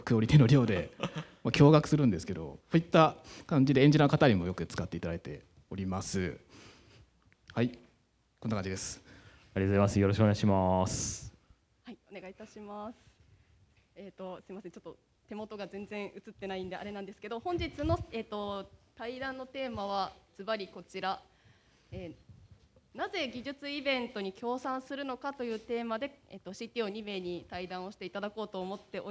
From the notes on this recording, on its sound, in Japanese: YAPC::Hiroshima 2024 公開収録スペシャル。YAPC::Hiroshima 2024内のランチタイムセッションとして公開収録を行った様子をお送りします。